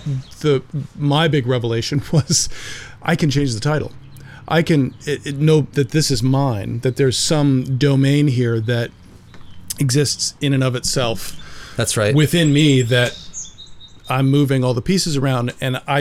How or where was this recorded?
outdoors